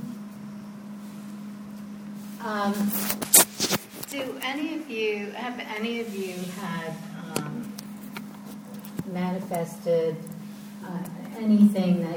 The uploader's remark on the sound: This lecture and Q&A session was recorded on February 18, 2013, at Norma Kamali's Wellness Cafe in NYC.